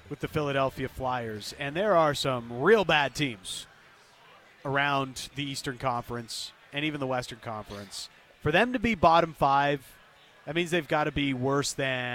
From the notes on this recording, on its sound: Live from Parq Casino.